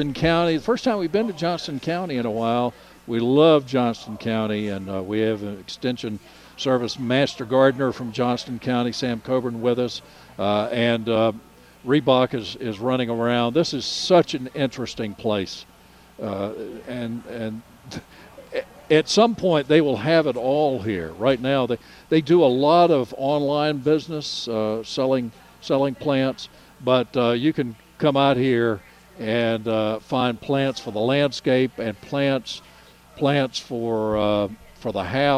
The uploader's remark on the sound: broadcasting live from Hand Picked Nursery